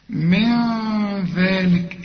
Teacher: اخف هنا علشان نون وبعدها الذال، والذال من حروف الإخفاء · Term: اخفي